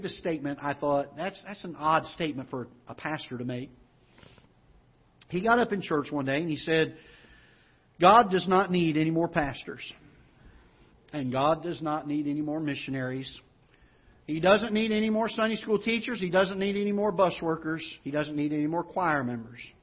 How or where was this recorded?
large echoing room